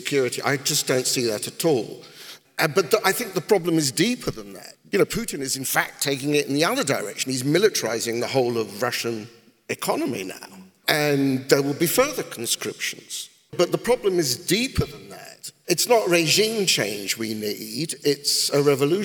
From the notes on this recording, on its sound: This conversation took place in March 2023 and is part of Intelligence Squared’s live debate partnership with the Southbank Centre.